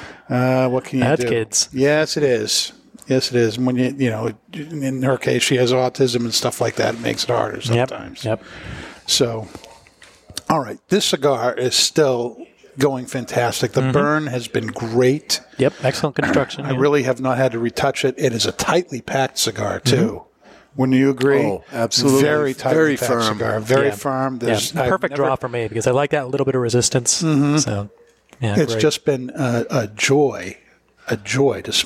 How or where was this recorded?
busy venue